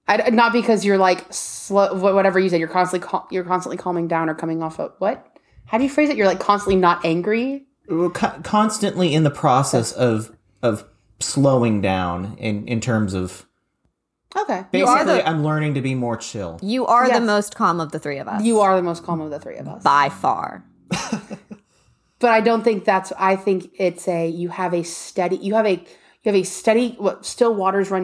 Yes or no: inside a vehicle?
no